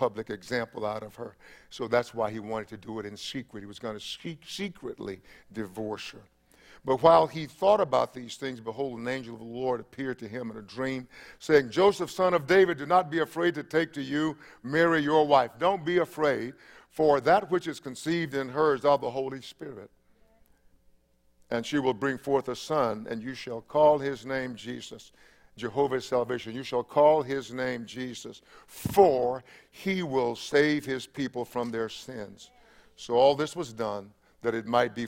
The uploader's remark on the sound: Christmas Eve Service 7:00 p.m. 12/24/20.